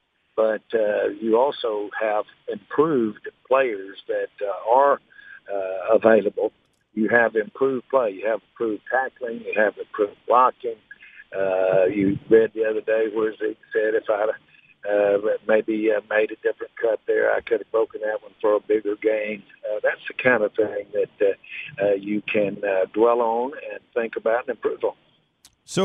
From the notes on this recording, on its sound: called in to the Ben and Skin show